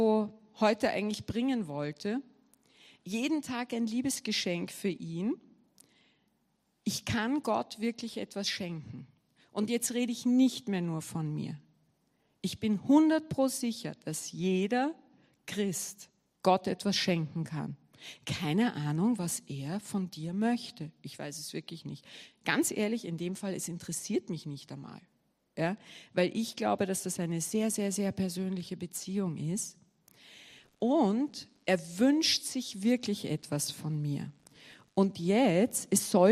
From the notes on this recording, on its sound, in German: Gottesdienst live aus der LIFE Church Wien